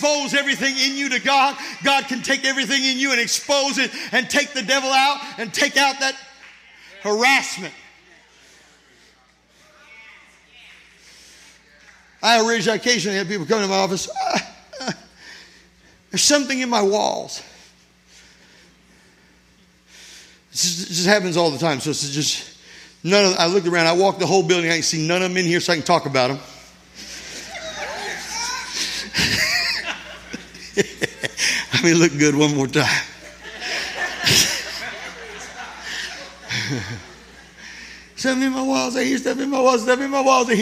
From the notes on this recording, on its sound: This sermon was recorded at Family Worship Center in Florence, SC